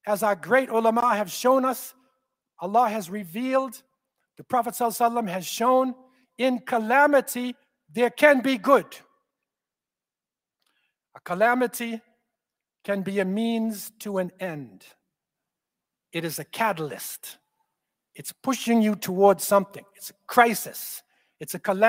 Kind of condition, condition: setting, large echoing room